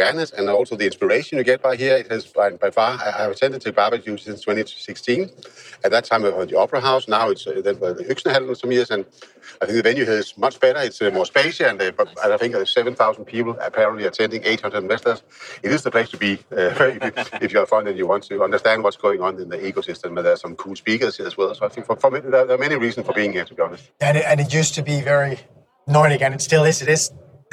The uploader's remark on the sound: Recording this episode during TechBBQ in Kopenhagen. Recording this episode during TechBBQ in Kopenhagen.